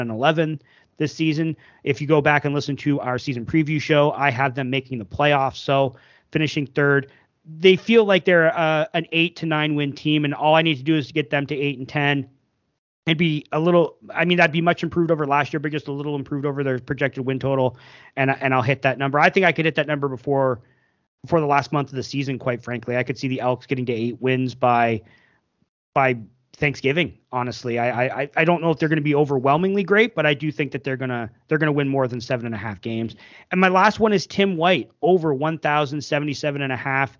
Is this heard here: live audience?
no